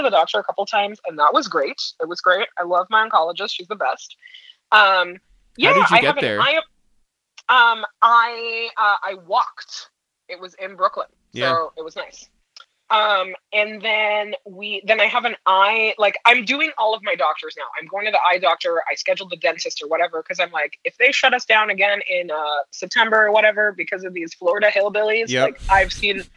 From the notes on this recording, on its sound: on the phone